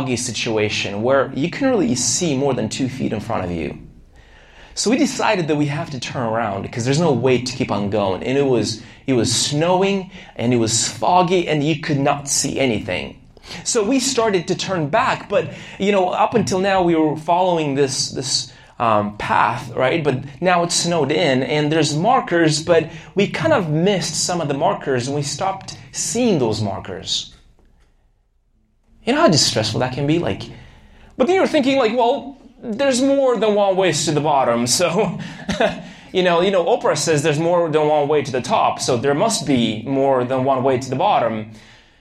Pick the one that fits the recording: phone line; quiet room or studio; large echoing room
large echoing room